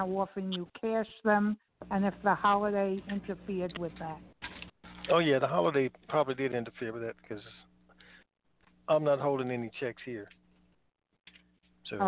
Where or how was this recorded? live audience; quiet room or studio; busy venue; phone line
phone line